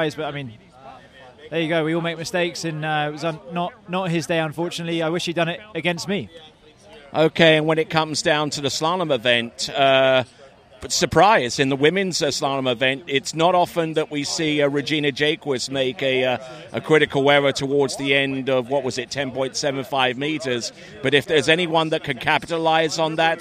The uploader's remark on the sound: was recorded just before the end of the Men’s Jump Final at the King of Darkness event.